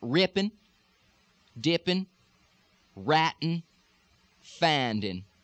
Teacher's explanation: ING endings in Texas almost all the time, especially in colloquial speech, you can drop the G part.